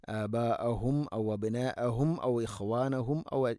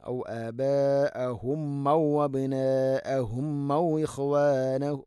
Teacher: അതുകൊണ്ട് ശ്രദ്ധിക്കുക, ഹംസ കൃത്യമായിട്ട് ഉച്ചരിക്കണം. മീമിനെ വെളിവാക്കി ഹംസ കൃത്യമായിട്ട് ഉച്ചരിക്കണം · Shown in: first take